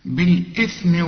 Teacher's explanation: طلع لسانك في الثاء، بالإثم والعدوان.